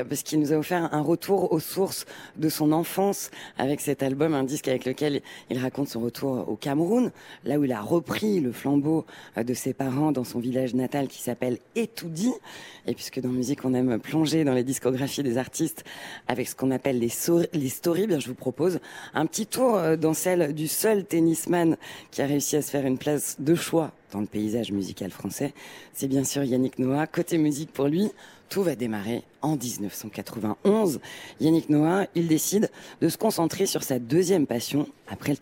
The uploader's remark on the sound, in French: en direct de Rolland-Garros